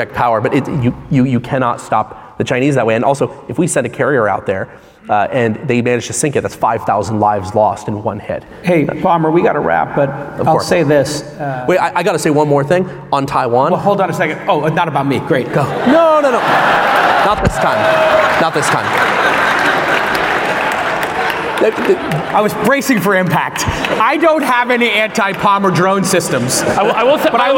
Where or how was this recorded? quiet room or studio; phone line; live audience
live audience